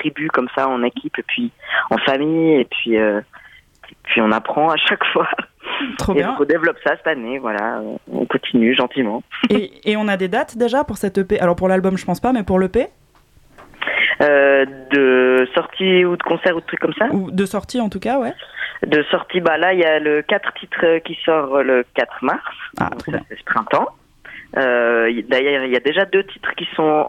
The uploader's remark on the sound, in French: Interview téléphonique